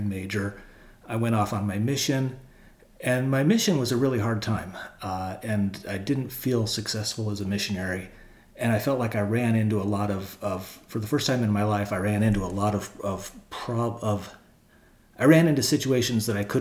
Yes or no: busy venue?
no